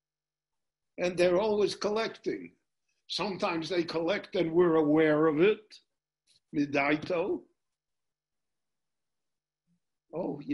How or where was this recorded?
video call